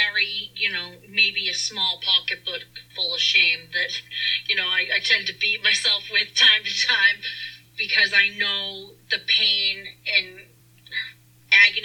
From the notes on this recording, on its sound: Apologies on the audio, we had to record this in the car to get away from the children!